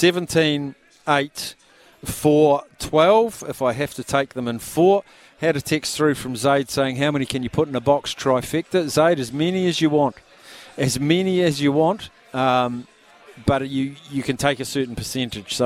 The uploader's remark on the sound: LIVE from the Fox in Auckland for Melbourne Cup Day